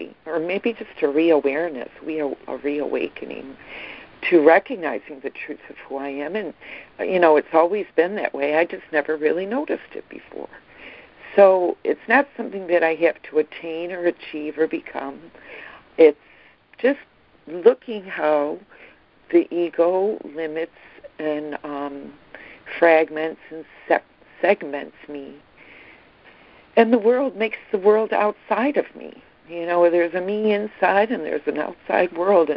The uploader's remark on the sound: ACIM Daily Conference Call